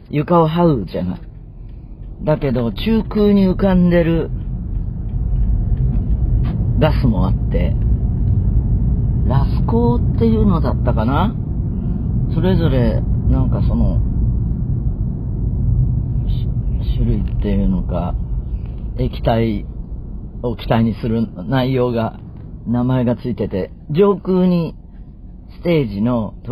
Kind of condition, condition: setting, inside a vehicle